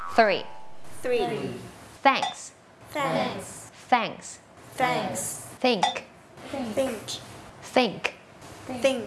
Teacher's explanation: เป็นเสียงแบบ unvoicedคือออกมาแค่ลมเราเอาลิ้นเนี่ยมาวางตรงกลางระหว่างฟันบนกับฟันล่าง